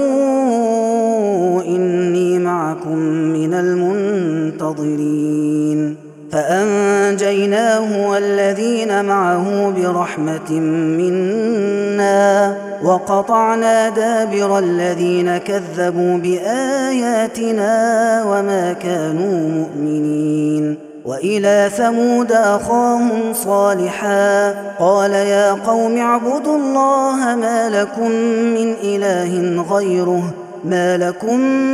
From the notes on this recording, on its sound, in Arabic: هذا التسجيل من صلاة التراويح